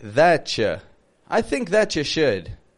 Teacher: That and you, we're going to link together like thatcha.